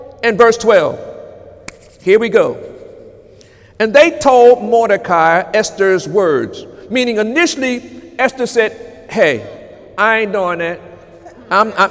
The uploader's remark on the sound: During Sunday morning service on September 2, 2018